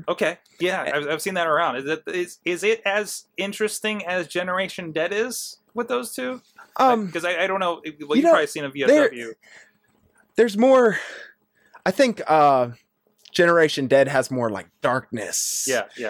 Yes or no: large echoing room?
no